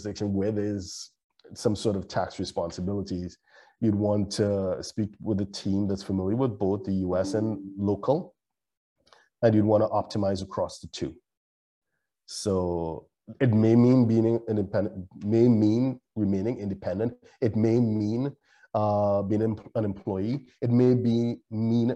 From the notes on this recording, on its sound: LIVESTREAM. For those joining us on Zoom.